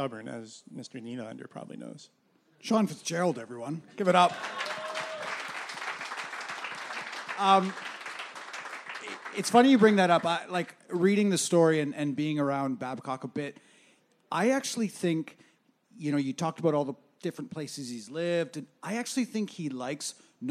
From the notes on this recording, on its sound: at Puck Talks Festival.